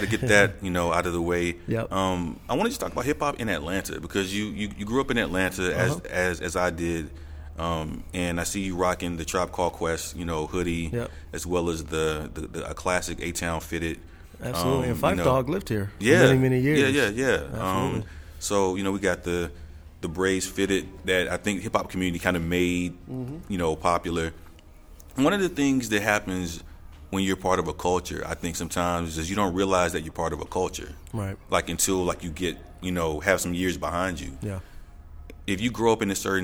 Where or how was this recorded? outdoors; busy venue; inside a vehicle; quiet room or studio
busy venue